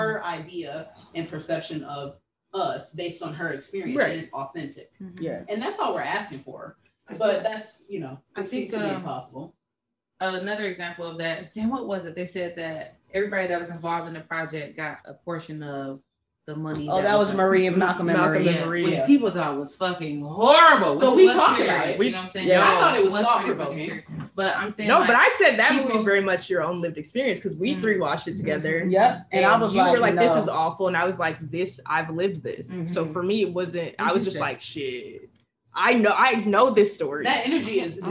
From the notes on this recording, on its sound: Excuse our sound quality this week as we took the show on the road and endured some technical difficulties while all trying to record in the same room.